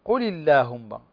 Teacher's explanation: الأولى أن يحرك الأول بالكسر وهو الأصل، قل اللهم، هنا اللام ساكنة والألف الذي بعدها ساكن لكن حرك بالكسر